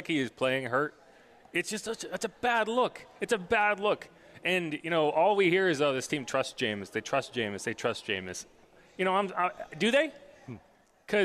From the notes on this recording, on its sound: LIVE from the Dome